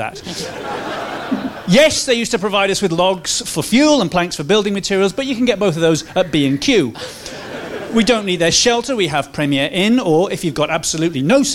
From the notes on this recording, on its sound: at the London Wonderground festival